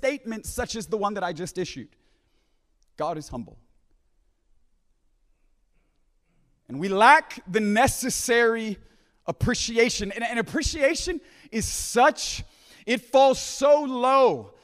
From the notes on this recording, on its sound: at the Deeper Conference hosted by Home Church in Long Island, NY.